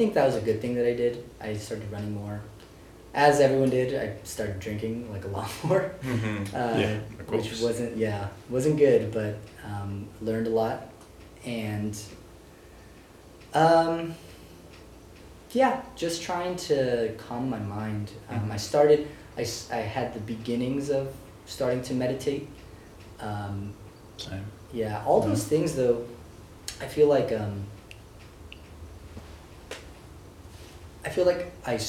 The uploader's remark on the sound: To the steady beat of a distant ceiling fan. The day was hot. Forgot to keep ambient noises at a minimum during recording.